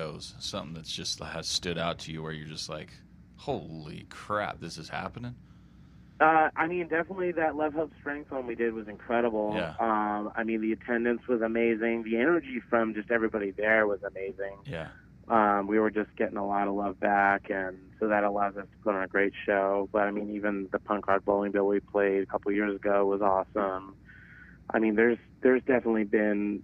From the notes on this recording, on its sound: over the phone for a short interview